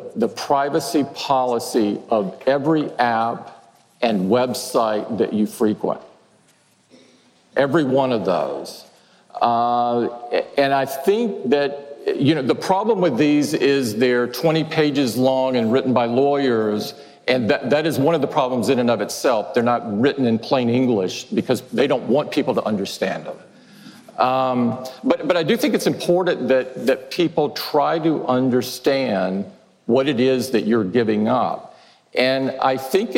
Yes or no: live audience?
yes